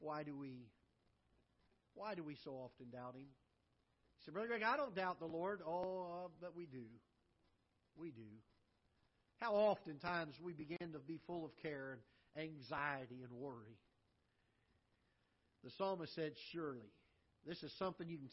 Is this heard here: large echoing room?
yes